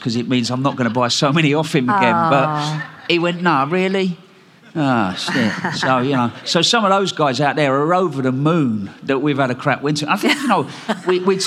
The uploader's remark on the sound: Recorded at BBC Gardeners’ World Live